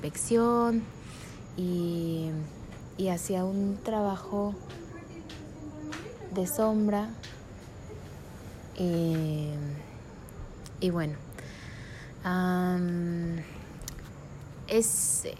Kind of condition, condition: fault, sounds in the background